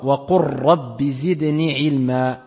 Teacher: La lettre Lam fusionnant avec le Ra